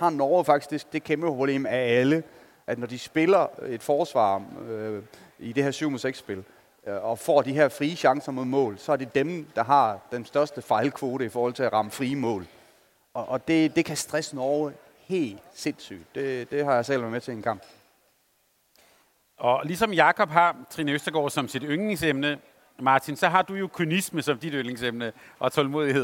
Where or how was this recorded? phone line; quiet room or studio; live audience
live audience